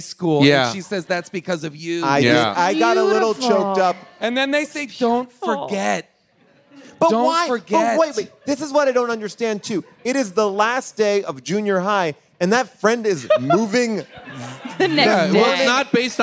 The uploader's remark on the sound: Sleepover LIVE! Recorded LIVE on June 15th, 2023 from Largo in Los Angeles.